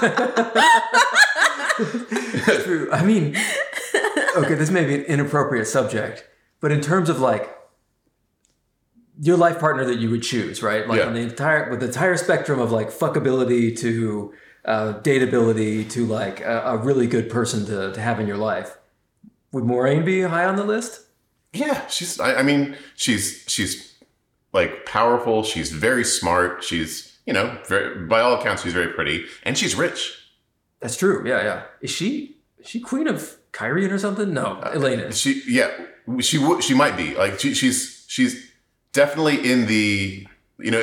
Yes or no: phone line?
no